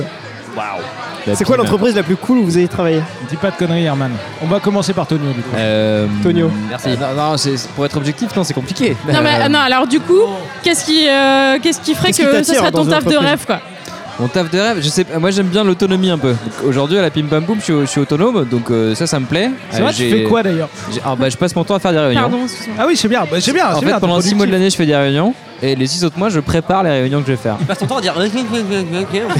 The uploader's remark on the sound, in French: épisode enregistré à l’Adada bar (Paris 14e)